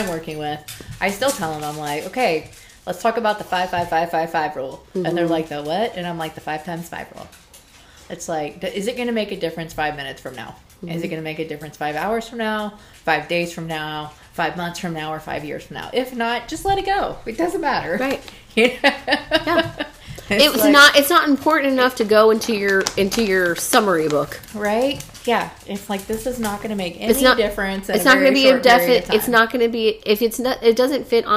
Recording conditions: sounds in the background